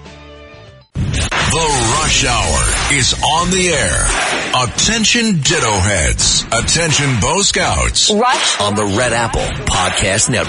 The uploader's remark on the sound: rapid phone calls to allow his listeners to give their thoughts